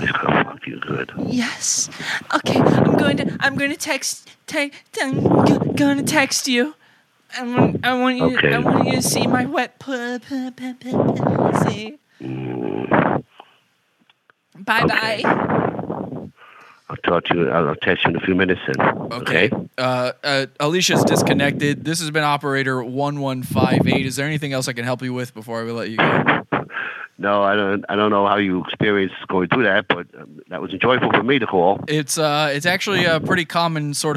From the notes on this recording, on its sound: Speech-To-Speech Relay Prank Calls. A service for hearing and speech impaired individuals where an operator repeats word for word anything you say to the person on the other line.